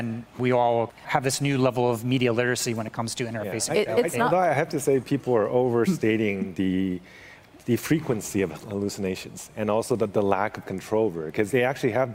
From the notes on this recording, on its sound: I had a chance to participate in a panel discussion. On the main stage of Augmented World Expo on the opening day.